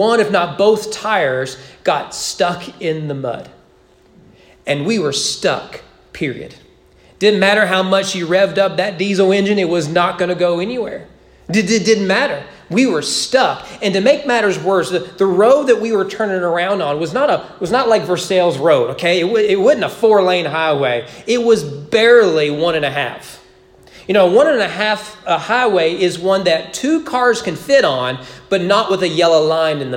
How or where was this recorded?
large echoing room